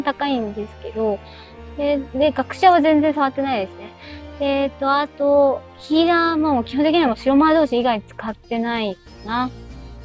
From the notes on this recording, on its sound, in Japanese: 音悪。運転中に録音したので、音声悪いです。実験で一人でしゃべってみました。